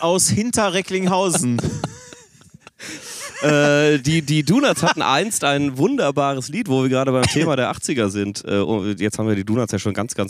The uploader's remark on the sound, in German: in unmittelbarer Nähe zum Grill